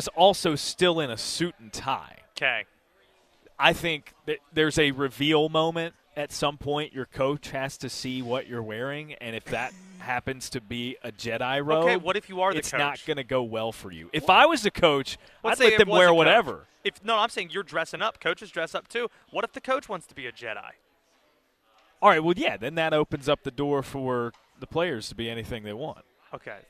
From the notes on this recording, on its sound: Live from ACC Kickoff